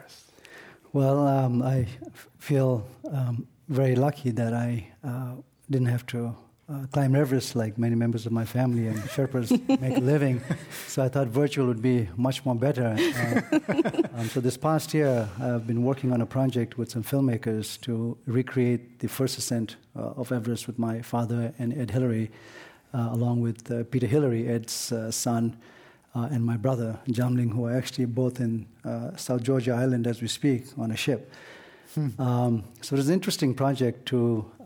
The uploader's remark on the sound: This program was recorded live at The Commonwealth Club in San Francisco on March 19, 2018